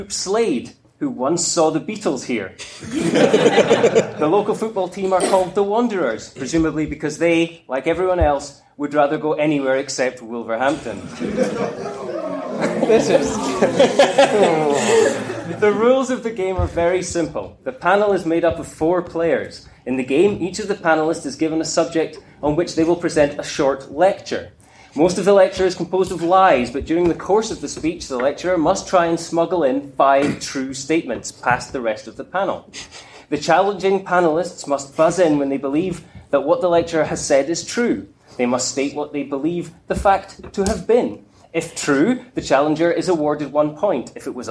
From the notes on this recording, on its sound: recorded at BASR 2016